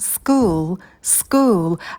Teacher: Обратите внимание, что звук «к» мы не придыхаем, потому что он идет после звука «с», school, потом будет долгий «у» и темный звук «л».